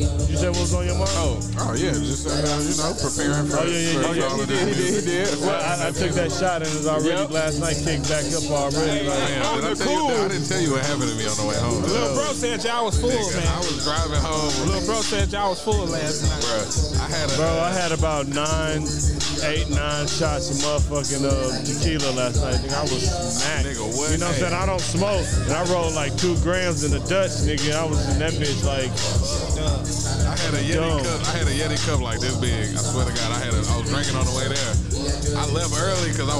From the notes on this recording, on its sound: Live From The Album Release. Just some drunk guys drinking and enjoying life.